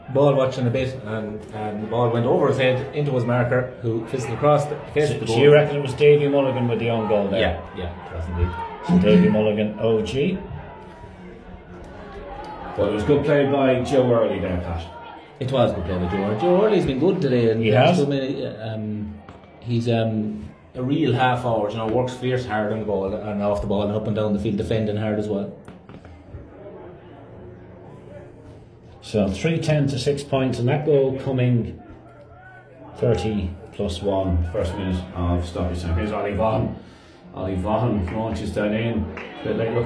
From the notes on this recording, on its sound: Live commentary of second half.